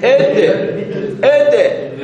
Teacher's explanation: عندما تقول إد إد شددها، راح تشوف كيف اللسان يظل يعني بفترة كاز على لثة الأسنان العليا · Term: الدال